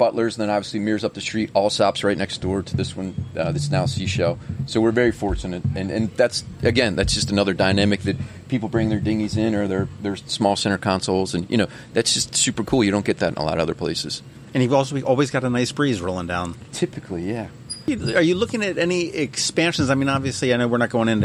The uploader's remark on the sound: Today, we sit down outside of Davis' Pub.